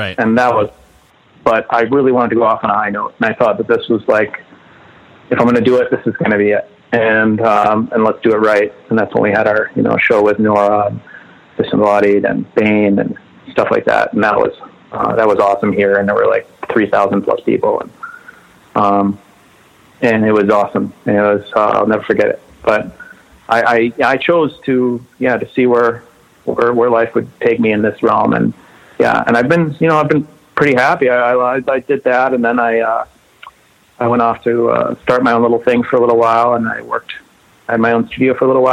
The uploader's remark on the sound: We hang out one afternoon on the phone.